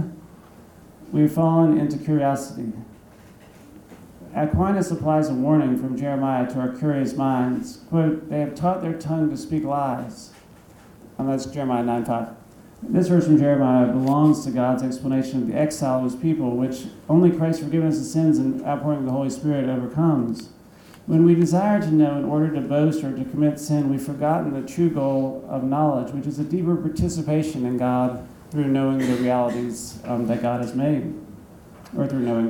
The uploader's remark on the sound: Thomas Aquinas Lecture at Christendom College.